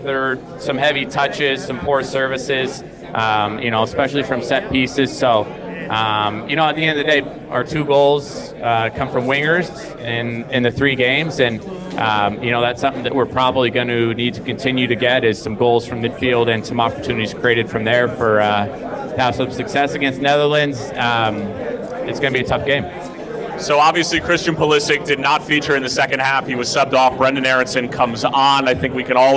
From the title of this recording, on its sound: LIVE at the Fire Pitch